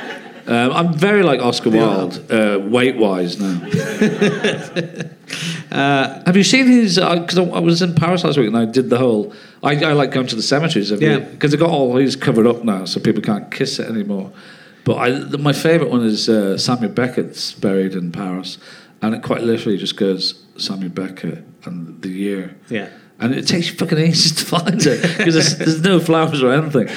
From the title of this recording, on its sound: Leicester Square Theatre Podcast